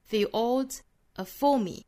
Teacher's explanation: 这个 for 做重读，那前面的这个 r 是需要做弱读的